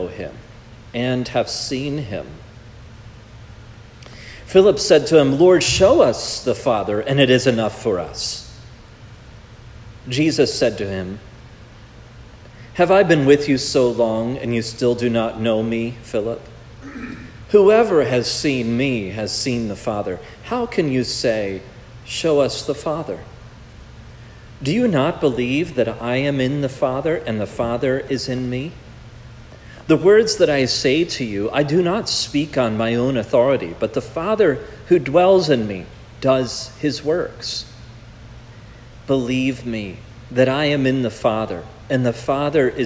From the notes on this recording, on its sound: This message was preached at Providence Church